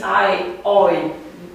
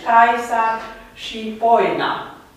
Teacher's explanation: Se pare că ar fi fost un i mai deschis, ai, oi.